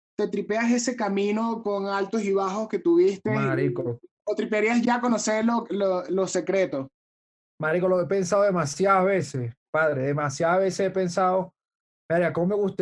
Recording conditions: video call